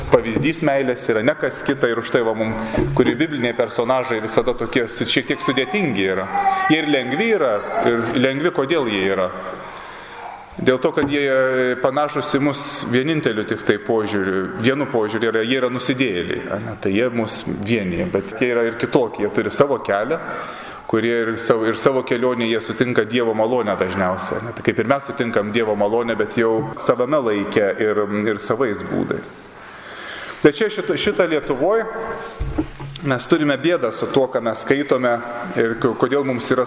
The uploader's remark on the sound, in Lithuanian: Įrašas iš Šeimų festivalio.